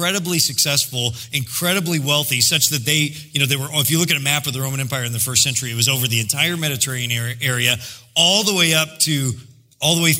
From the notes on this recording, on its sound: preached in July 2016 at Sojourn J-Town